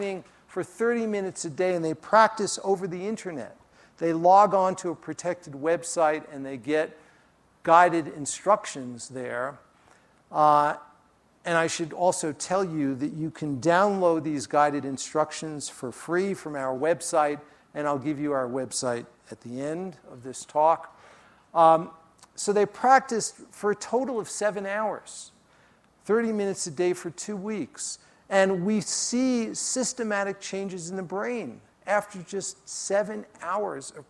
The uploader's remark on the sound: during his talk at the Festival